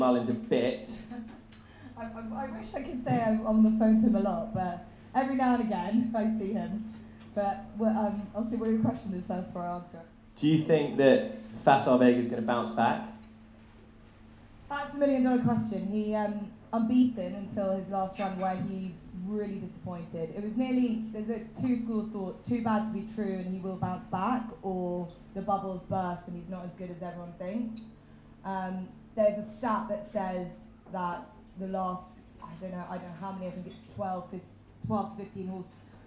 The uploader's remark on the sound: the recording from our much-anticipated Cheltenham Preview live event